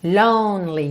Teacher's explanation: Do N você já segue pro L.